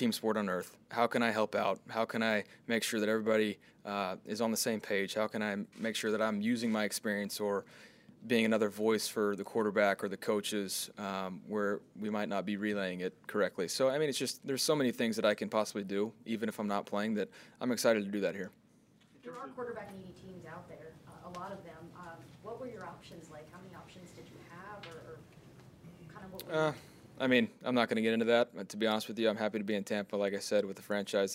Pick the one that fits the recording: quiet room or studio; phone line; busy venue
busy venue